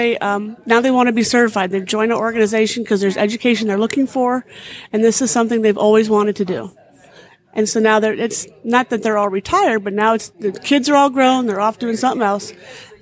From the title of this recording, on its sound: Live from Certified Horsemanship Association Conference